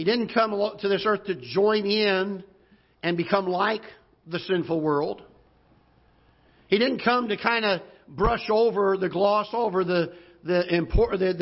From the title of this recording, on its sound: Ketha Heights Baptist Church ~ Live Broadcast